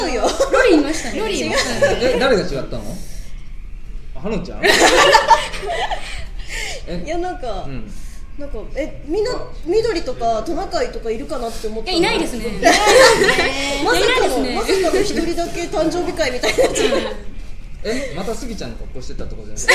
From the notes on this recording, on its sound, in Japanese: 公開収録しちゃいました。2014年一発目のまちゅらじは公開収録です！三人がご主人様達に見守られながらお話ししている様子をお楽しみください！